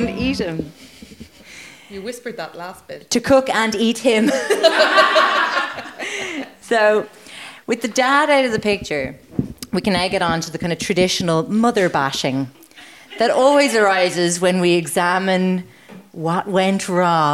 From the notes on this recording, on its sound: It’s our first ever live show and we had a blast.